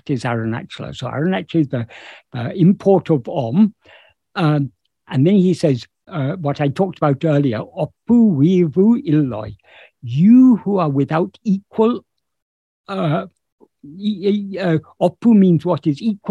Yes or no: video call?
yes